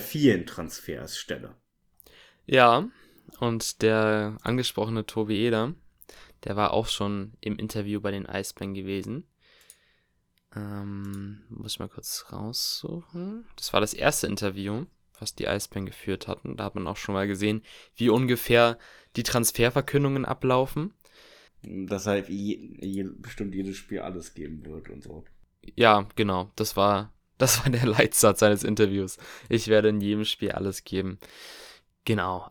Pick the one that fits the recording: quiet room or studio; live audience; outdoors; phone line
quiet room or studio